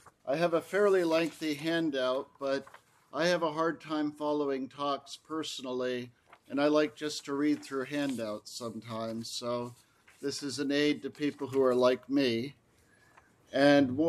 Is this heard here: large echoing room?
yes